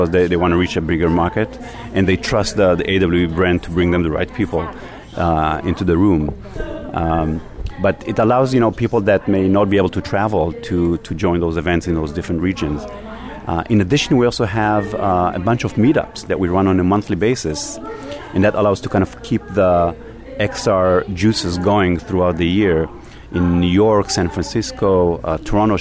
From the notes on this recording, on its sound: Live From The Show Floor of AWE2018.